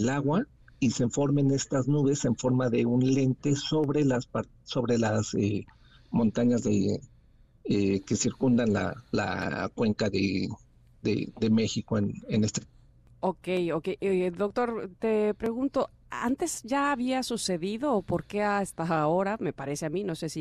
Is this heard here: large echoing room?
no